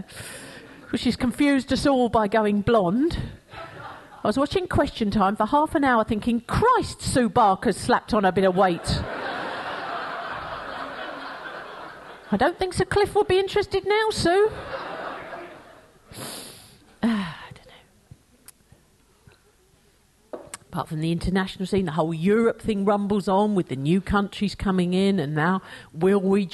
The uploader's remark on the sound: Format: Original Recording. Her one-woman show recorded live.